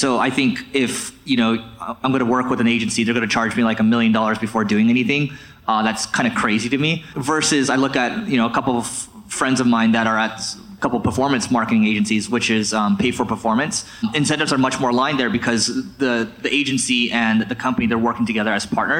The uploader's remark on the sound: Q & A from our Marketing School Live event